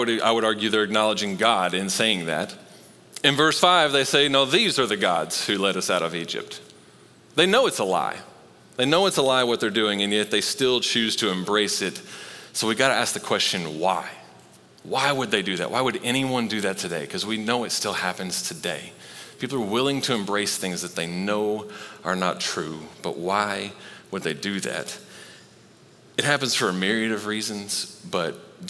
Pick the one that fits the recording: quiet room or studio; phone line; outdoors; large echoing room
large echoing room